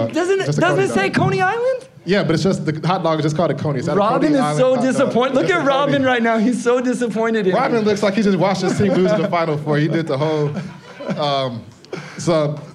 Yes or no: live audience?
yes